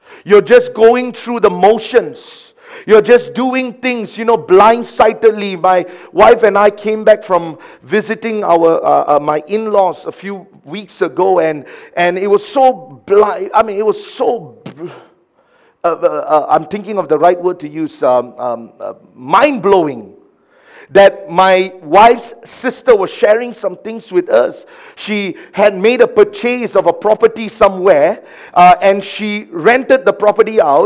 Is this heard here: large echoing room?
yes